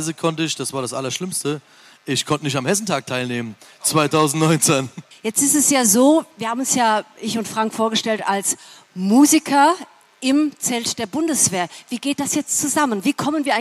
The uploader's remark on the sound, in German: Live auf der Hessentagsbühne im Bundeswehrzelt